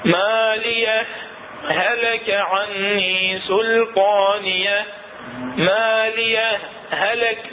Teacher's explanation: ما تدغمها لكن يا من مع السكتة اللطيفة شنو بدون نفس وكيفية الإظهار أن يوقف على مالية وقفة لطيفة من غير قطع النفس